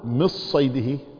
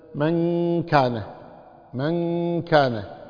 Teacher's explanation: كمثال صف ذا ثنا من صيده، من صيده، ما تقول مص صيده كالإخفاء الإدغام أبدا، وإنما من صيده، من صيده هكذا، يعني من ضع مثلا من كان، من كان، فالنون موجودة لكن لا تخرجها تماما، لا تلصق اللسان باللثة فوق · Shown in: second take